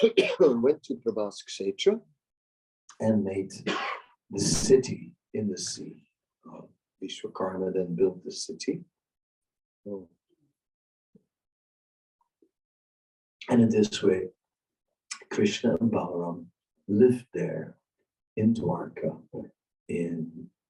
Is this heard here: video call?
yes